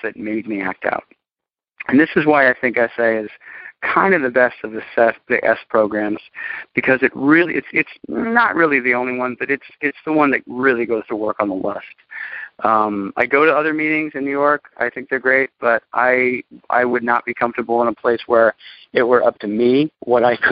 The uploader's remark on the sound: Monday Noon Phone Speakers Series